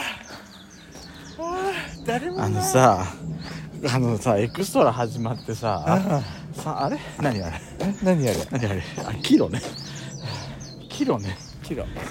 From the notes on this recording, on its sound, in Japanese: 山登りをしながらの収録も久しぶりですが、周りに人がいないのをいい事にいつものエクストラより声大きめで話せてます(^-^)v 自由です。ハイキング…というより、ちょっとした山登り。ロケ収録。